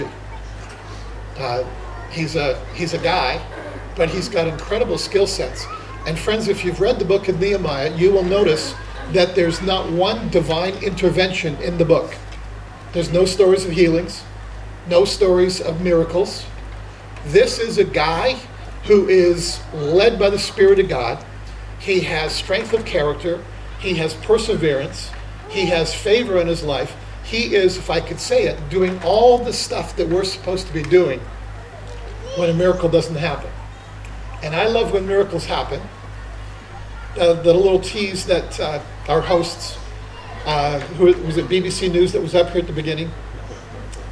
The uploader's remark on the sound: Summer Conference 2023 - Session 2